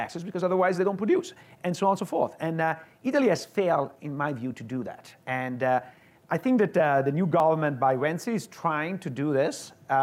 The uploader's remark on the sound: Live at Mason